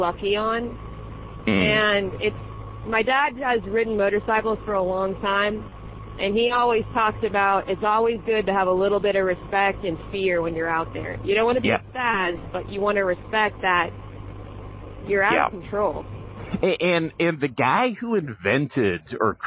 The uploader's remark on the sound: Go on a motorbike journey (literally). Excuse the audio, it is on bikes. They often have interesting convo's whilst on the bikes.